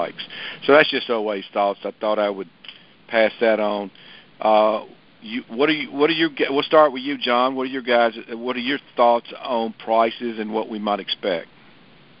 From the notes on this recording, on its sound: May 2023 Monthly Cotton Conference Call.